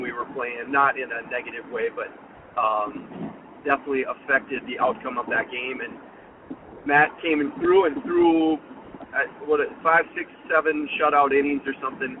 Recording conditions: inside a vehicle